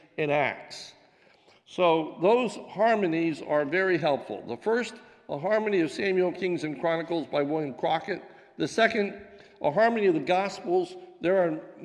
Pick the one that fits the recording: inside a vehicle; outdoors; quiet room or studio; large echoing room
large echoing room